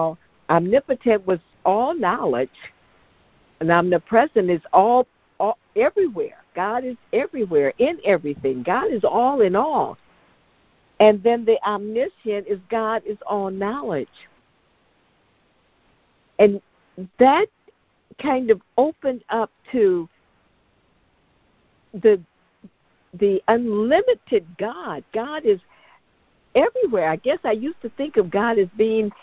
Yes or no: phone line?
yes